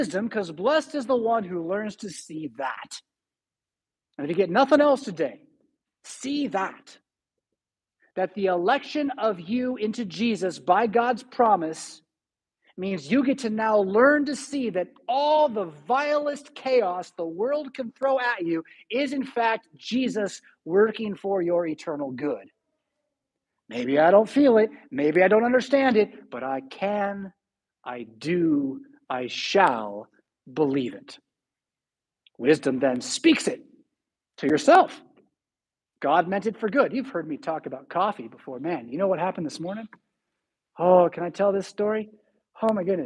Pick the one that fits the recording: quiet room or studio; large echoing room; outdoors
large echoing room